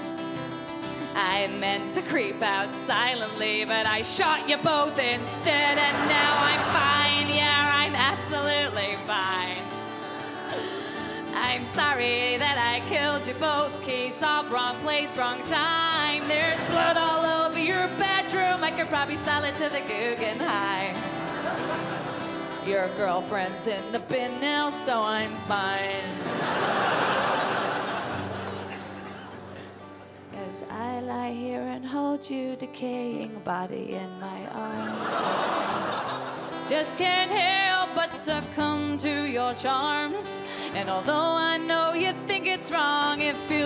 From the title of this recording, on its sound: Melbourne International Comedy Festival 2013 Gala